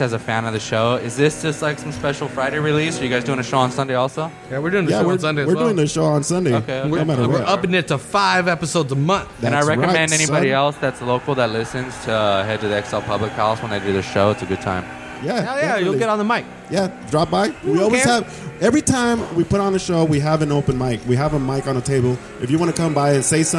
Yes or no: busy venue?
yes